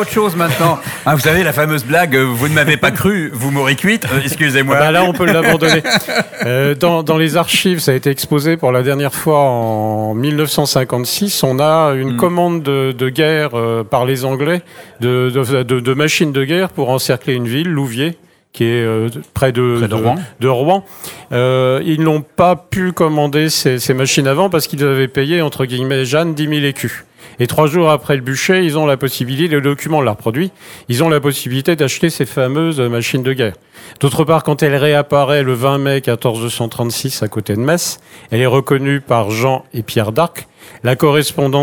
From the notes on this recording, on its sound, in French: Sur les radios de la FRAMA en direct du salon du livre dimanche 2 octobre 2022.